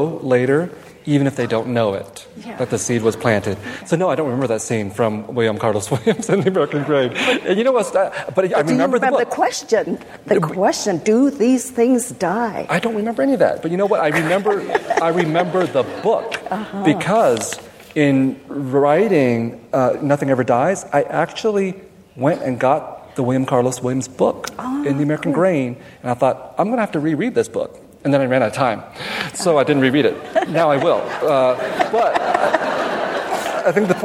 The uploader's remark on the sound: Recorded at the Lensic Theater in Santa Fe, New Mexico on March 29, 2017.